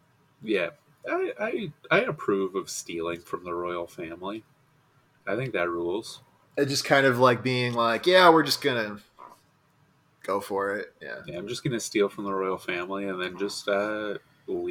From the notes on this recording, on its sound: The technical difficulties episode!